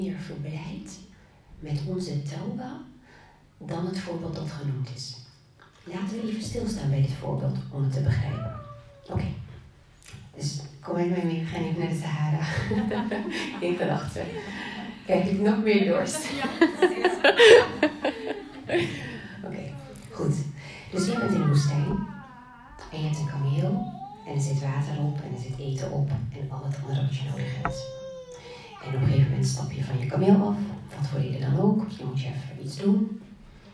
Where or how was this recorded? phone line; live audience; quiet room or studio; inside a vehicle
live audience